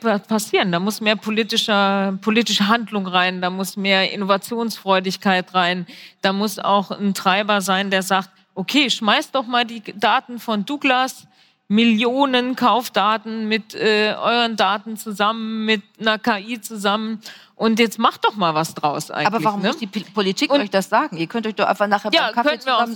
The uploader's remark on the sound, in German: Live-Panel von der Morals & Machines 2022